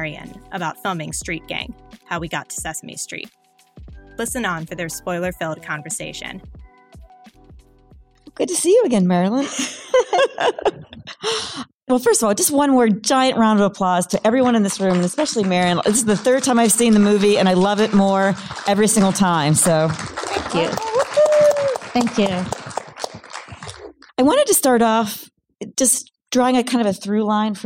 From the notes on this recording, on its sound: in a Q&A at the DGA theater in New York